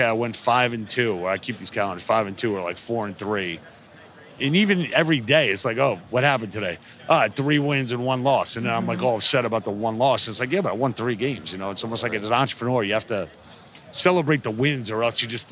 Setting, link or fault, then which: setting, busy venue